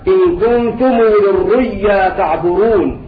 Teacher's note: أبدل الهمز واوا ثم قلب الواو ياء وأضغم الياء في الياء فيقرأ هكذا إن كنتم للرؤيا تعبرون وهذا